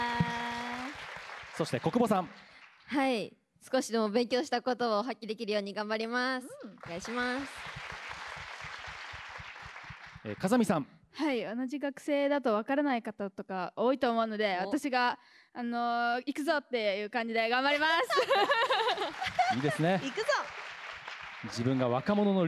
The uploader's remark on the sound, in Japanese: 番組初の公開収録の模様です！